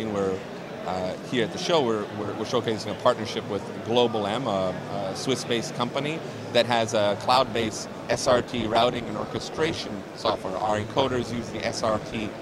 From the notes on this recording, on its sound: At IBC 2022.